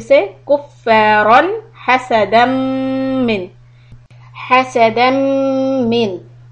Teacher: When you are connecting the dal with the meme, then meme shadda comes. This is the rule for al-idgham.